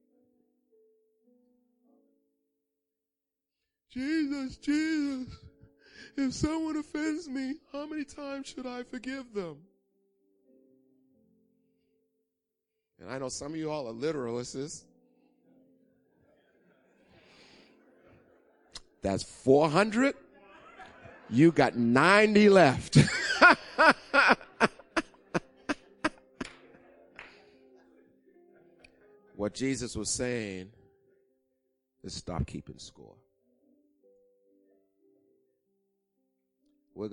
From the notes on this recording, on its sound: Recorded on 2016-03-13 08:30am Service